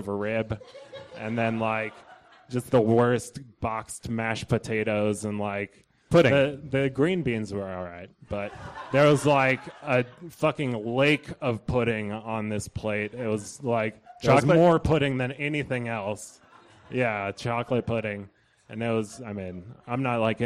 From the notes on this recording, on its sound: These stories were recorded at The Deer Pile on July 18th, 2013 by our good friends at The Denver Diatribe .